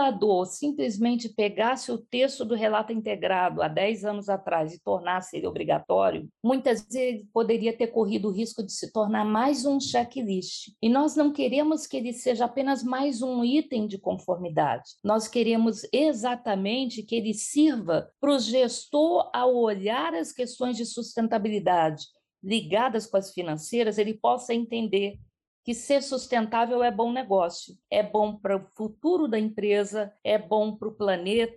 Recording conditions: video call